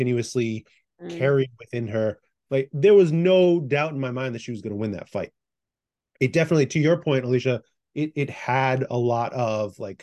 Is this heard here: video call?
yes